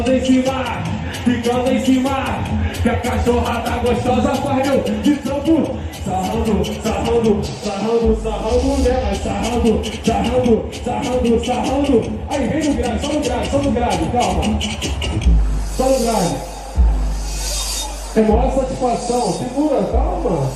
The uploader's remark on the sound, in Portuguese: Performance Ao Vivo